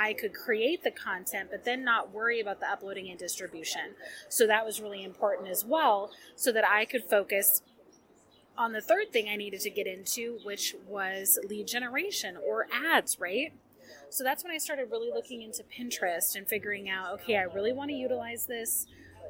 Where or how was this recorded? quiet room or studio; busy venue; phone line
busy venue